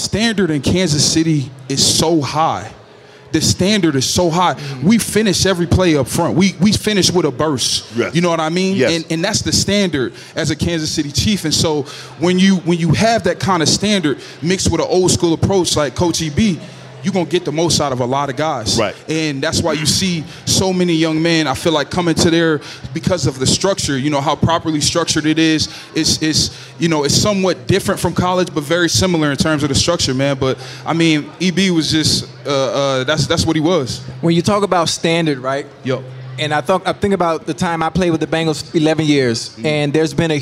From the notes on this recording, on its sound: LIVE from Resorts World Las Vegas